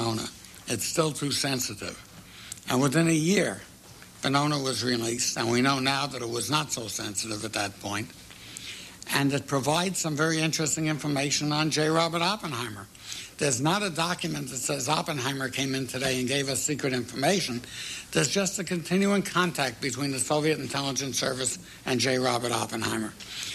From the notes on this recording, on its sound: He also answered questions from the audience.